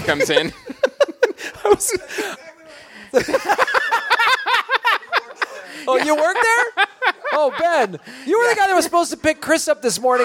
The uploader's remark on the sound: Live from Hawaii! First ever live show outside of North America.